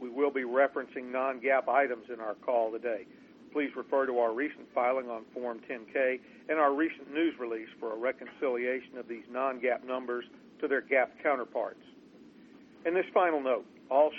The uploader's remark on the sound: ProAssurance Earnings Conference Call, Fourth Quarter 2012.